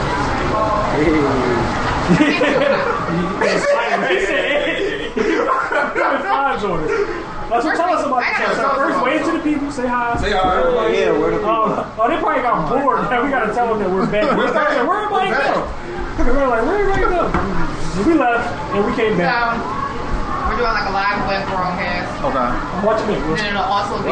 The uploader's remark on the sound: Broadcast live from her company Affairs Of Isis Events&#8217; launch event. Broadcast live from her company Affairs Of Isis Events’ launch event.